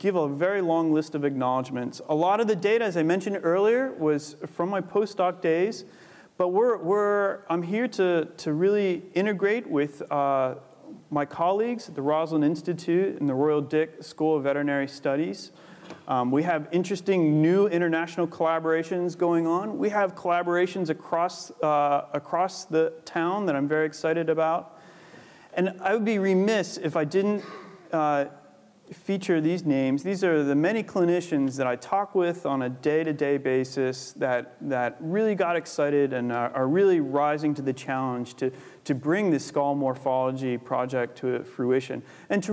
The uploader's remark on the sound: Recorded 25 September 2014 at the University of Edinburgh's Anatomy Lecture Theatre.